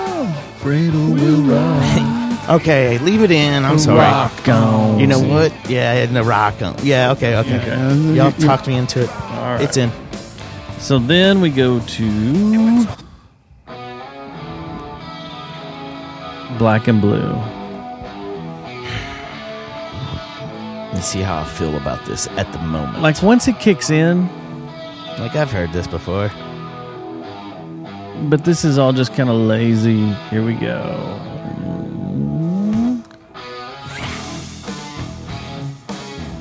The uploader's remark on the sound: recorded an episode late one night while driving home from SXSW